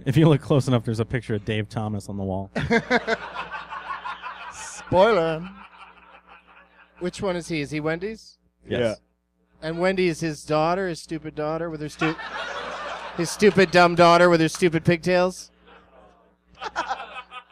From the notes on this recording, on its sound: Live from Zanies Comedy Club in Rosemont, IL